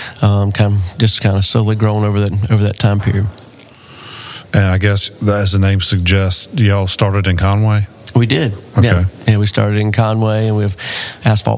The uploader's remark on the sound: recorded at the 2023 South Carolina Restaurant and Hospitality Association Conference in Greenville, South Carolina